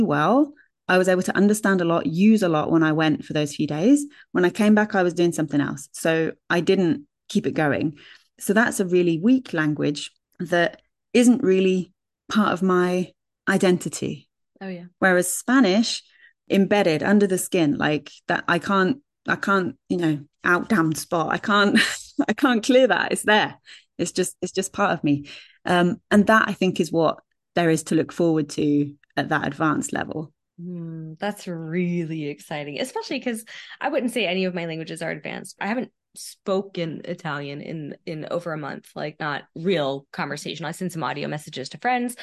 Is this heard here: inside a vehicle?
no